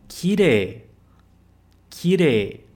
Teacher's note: a gente vê que esse som de EI costuma ter som de EE